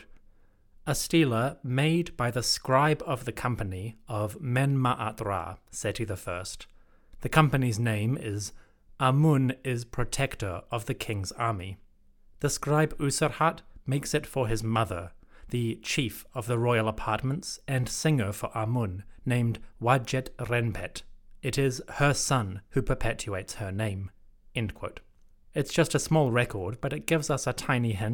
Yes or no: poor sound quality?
no